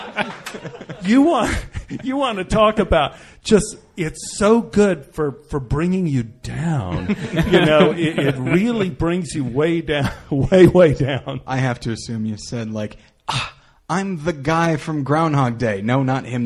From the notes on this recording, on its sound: live at Meltdown Comics